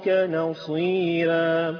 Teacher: نصيرا لا ننسى ان فيها لورش عن نافع ترقيق الراء